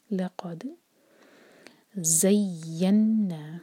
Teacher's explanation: یہ زا ہے بزنگ ساؤنڈ کے ساتھ نکالیں گے